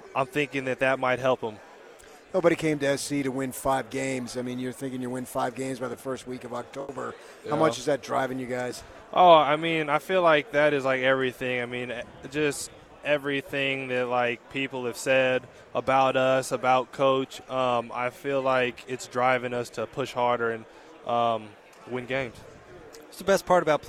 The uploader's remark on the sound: live from Pac-12 Media Day.